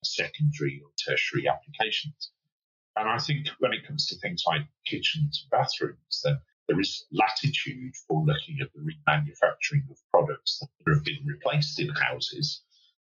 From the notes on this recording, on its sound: We"ll confess that some of the audio quality isn't great in this conversation but we wanted to put it out anyway.